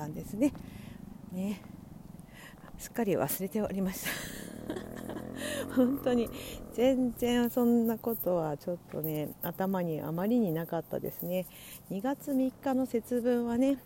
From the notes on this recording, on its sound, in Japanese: 歩きながら徒然と from Radiotalk。